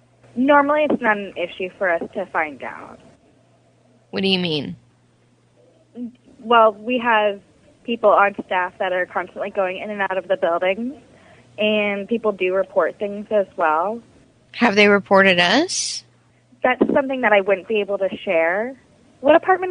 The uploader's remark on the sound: …'s Personal Prank Phone Calls Collection.